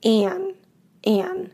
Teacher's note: we do not pronounce the D. We usually do not say and. We usually say an.